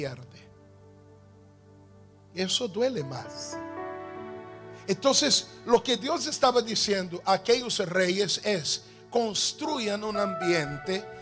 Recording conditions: large echoing room